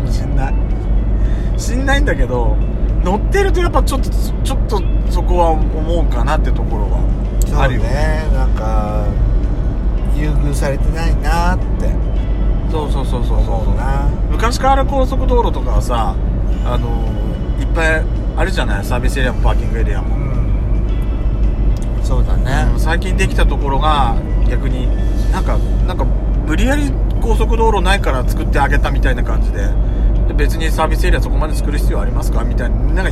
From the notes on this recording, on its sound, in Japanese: ドスドライブ収録。ロードノイズゴメンね。高速道路。